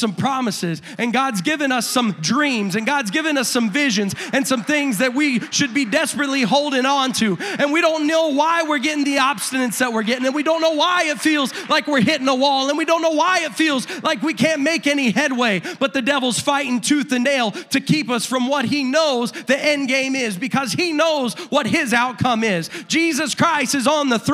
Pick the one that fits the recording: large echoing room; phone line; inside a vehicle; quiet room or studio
large echoing room